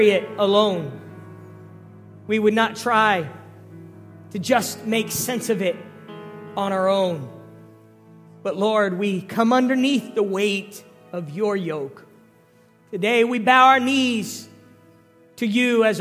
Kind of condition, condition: setting, large echoing room